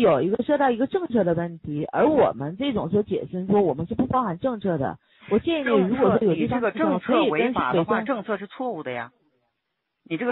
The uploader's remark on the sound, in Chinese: 電話錄音